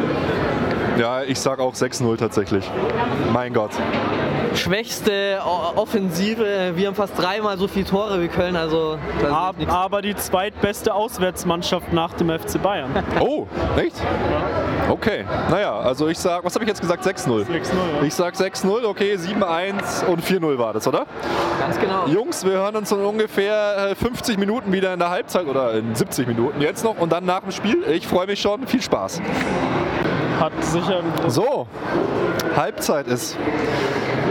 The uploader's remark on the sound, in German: Dieses Mal melden sich wir uns live für Euch aus dem Stadion und von der 115 Jahre FC Bayern Party im Backstage.